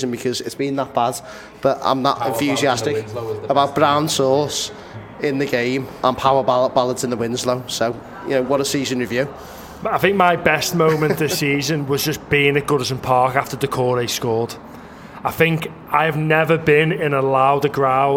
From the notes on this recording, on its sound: Live from The Baltic Fleet.